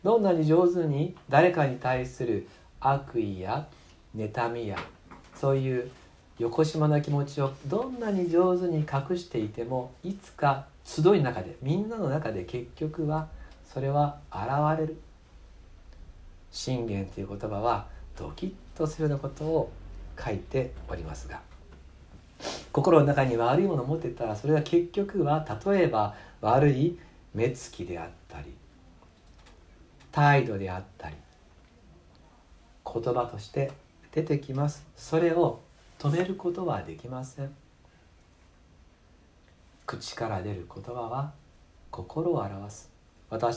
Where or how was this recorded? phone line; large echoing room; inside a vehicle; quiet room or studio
large echoing room